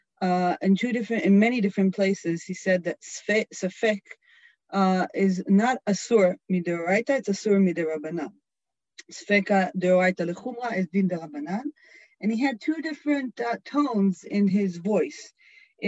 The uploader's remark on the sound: This audio was originally captured from Zoom. As part of Drisha's Spring Zman.